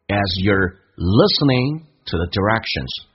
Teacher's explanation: you are 不被强调，有一个弱化现象，说成也这个儿化音叫做 you as you're listening to thedirections。我们重新来听一下这段的听力。